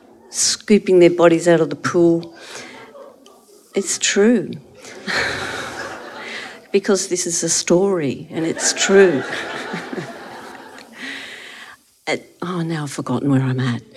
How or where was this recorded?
live audience